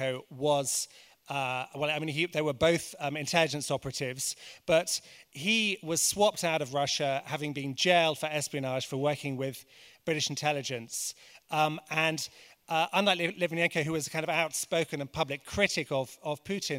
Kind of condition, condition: setting, busy venue